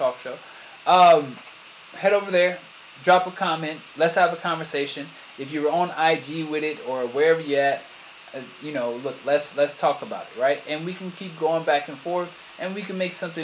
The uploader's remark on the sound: Sorry for the sound